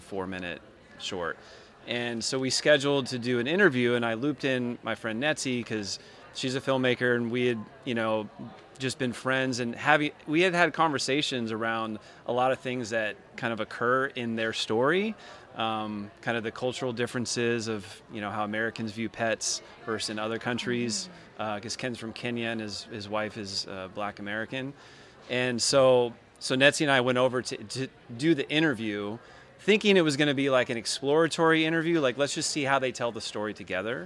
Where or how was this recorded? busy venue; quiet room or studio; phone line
busy venue